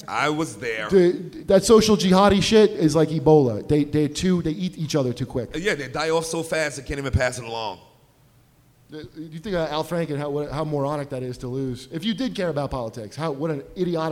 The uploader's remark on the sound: Live at Small's Bar in Detroit!